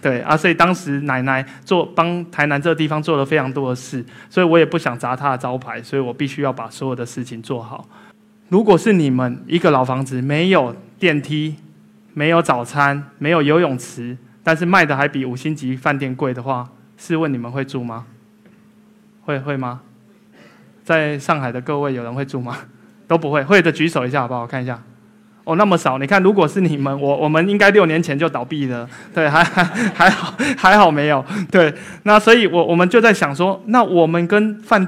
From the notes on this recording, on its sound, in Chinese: 一席现场。